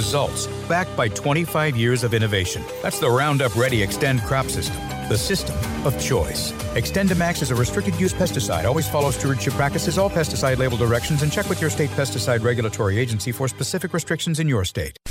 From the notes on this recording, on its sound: On location from the Farm Progress Show in Boone, Iowa for day 2. Broadcasted from the Trelleborg booth.